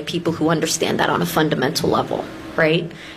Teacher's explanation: It's easy to make fun of it because of the uptalk and just the where the voice raises. The voice goes up at the end of the sentence